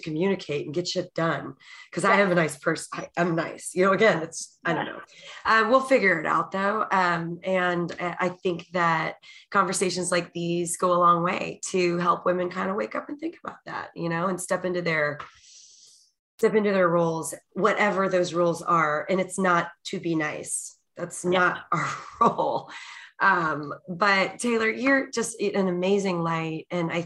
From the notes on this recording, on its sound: Episode recorded in New Braunfels, Texas via Zoom.